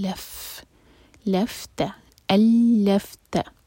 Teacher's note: لام پر شدہ ہے، لام کو فا سے جوڑیں گے، اور جب بھی ہم فا پڑھیں پھونک والی آواز آنی چاہیے.